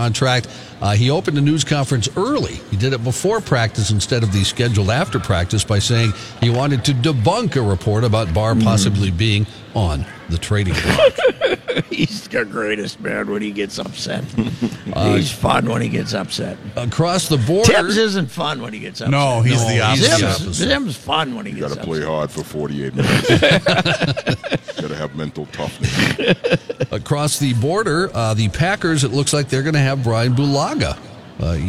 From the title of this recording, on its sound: live at the 3M Championship at the TPC